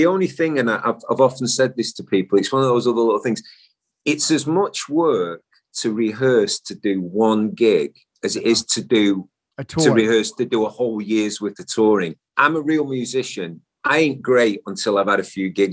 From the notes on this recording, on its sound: the Zoom Room